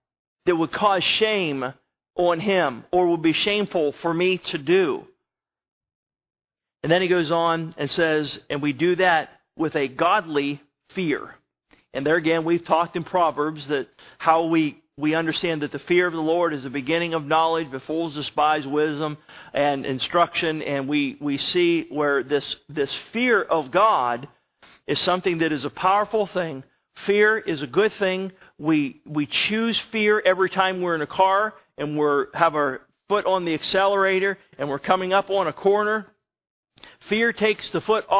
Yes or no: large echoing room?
yes